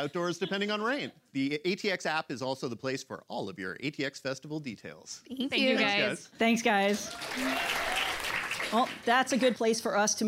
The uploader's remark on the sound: Live from ATX Television Festival. LIVE from the ATX Television Festival in Austin!